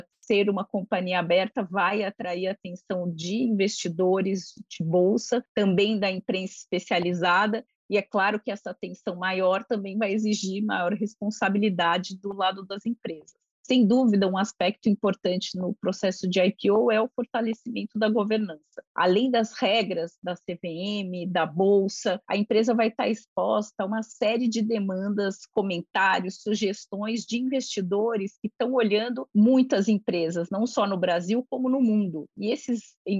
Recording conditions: video call